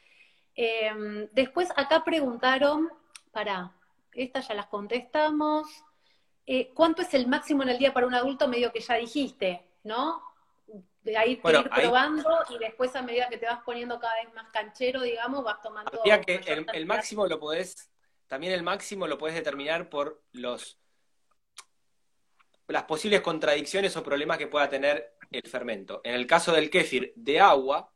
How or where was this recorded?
video call